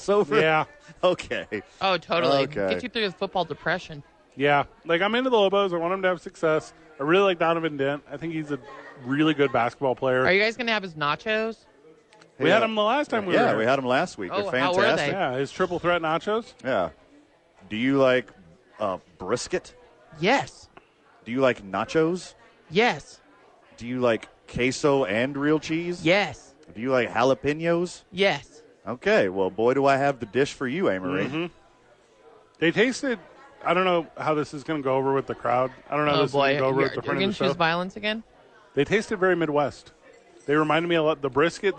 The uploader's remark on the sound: Thursday night at Sadies without football. Live from Sadies.